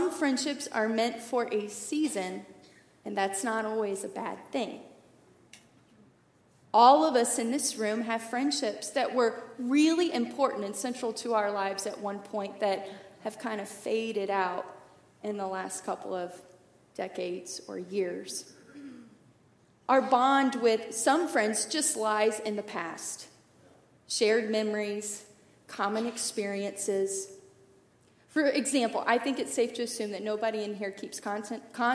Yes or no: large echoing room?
yes